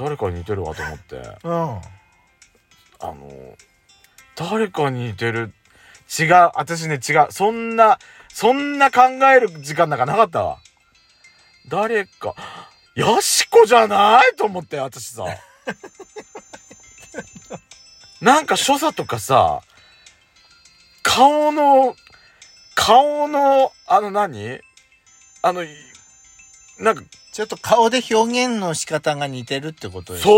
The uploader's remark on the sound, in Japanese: パーキング収録